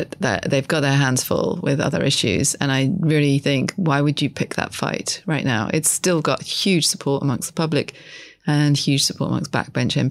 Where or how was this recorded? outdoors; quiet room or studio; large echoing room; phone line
quiet room or studio